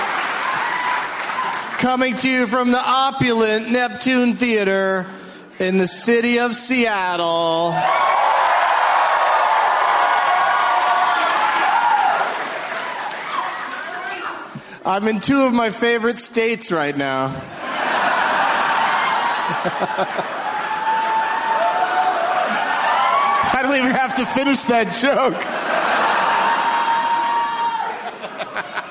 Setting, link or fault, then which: setting, live audience